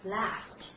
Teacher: 这是典型的美式发音，啊，舌位非常的低，舌尖抵住下齿